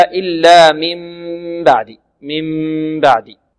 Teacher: قلب النون الساكنة والتنوين ميما مع الإخفاء هكذا إلا من بعد. · Term: الإقلاب